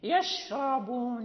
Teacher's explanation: تسمعوا صوتا ينتشر للشين، خصوصا إذا كانت مشددة أو ساكن، وهي فيها التفشي حتى إذا كانت متحركة، ولكن مثل الاستعلاء والإطباق، يعني درجة إذا كانت مشددة أو ساكنة أو كانت متحركة يكون أقل.